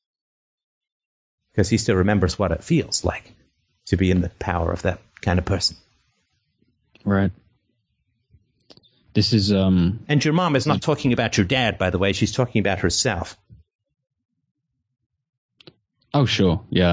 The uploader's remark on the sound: I dropped by the European Freedomain Radio conference call, and had a great conversation with a listener about loneliness.